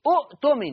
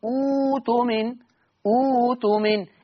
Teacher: عند البدء أقول إبدال الهمز الساكن اللي هي الهمزة الثانية واو مادية · Shown in: second take